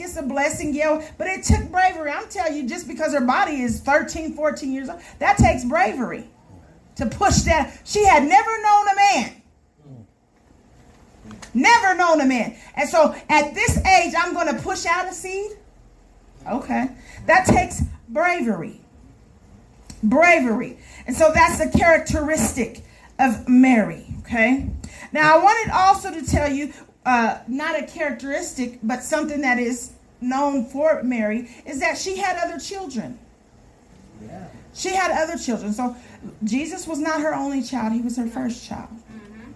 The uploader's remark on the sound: This message was preached at Sure Foundation Community Fellowship Church.